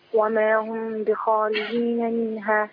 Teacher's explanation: طب الخاء عندي أنا مفخمة تفخيم عالي. وما هم بخاء مش بخاء.